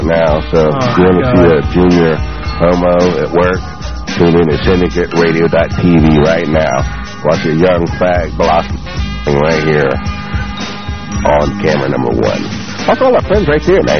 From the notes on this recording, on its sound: Prank Phone Calls